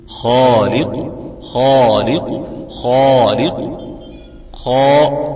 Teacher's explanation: اللسان في الاقصى مستعلي جدا · Term: المفخم المفتوح